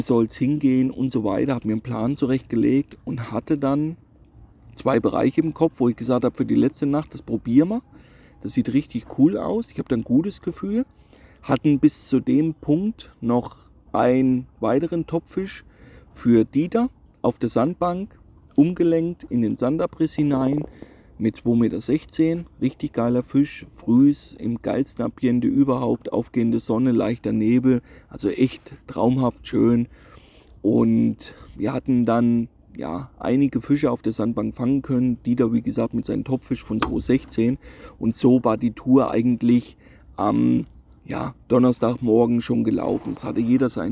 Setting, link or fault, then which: setting, outdoors